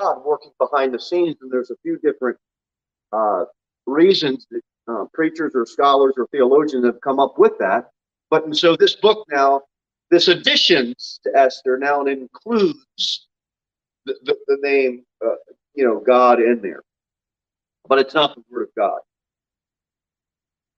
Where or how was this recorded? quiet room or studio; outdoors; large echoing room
large echoing room